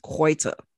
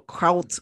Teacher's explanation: with the umlauts, it makes it a oi sound. With the A with no umlaut, it's au.